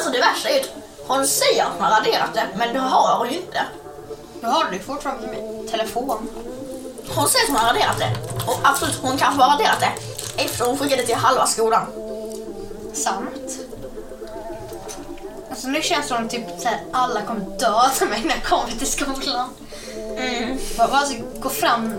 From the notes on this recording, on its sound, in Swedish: Vi ber om ursäkt för att ljudet kan vara lite dåligt.